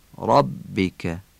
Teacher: ری ربک تفخیم میشه، فتحشم آی کوتاه خوانده میشه